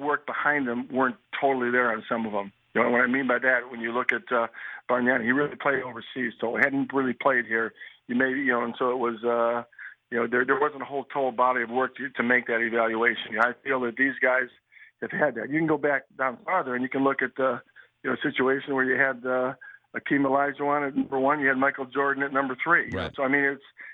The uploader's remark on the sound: called into the Mackey & Judd radio show on 1500 ESPN